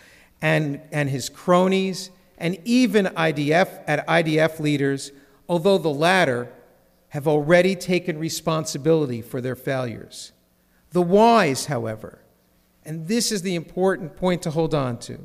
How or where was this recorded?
large echoing room